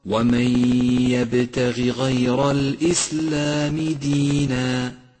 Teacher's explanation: احذر من إشباع كسرة الغين في كلمة يبتغي